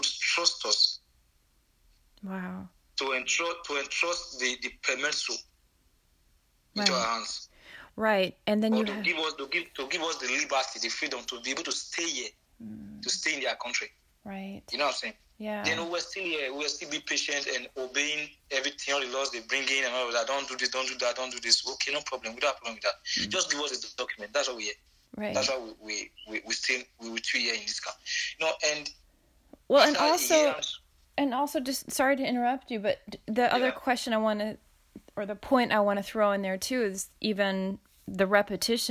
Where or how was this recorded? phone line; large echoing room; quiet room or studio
phone line